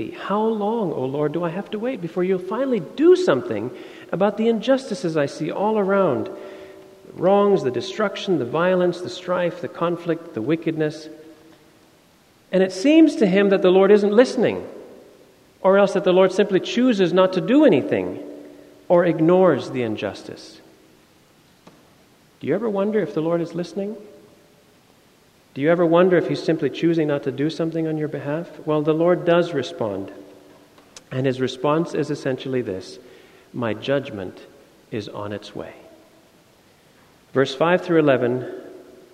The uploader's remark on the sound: Sermon audio from FIBC Copenhagen, Sunday, October 23, 2016.